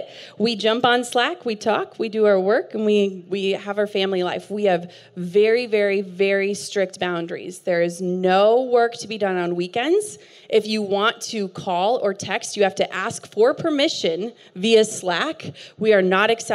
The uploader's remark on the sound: hosted a fireside chat at our Aerie REALtreat event